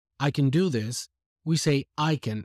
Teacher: And you have to rely heavily on intonation and pronunciation, because when we say can in affirmative, it's usually unstressed